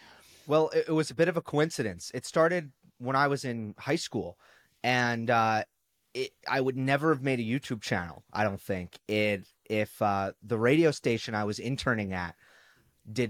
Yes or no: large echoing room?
no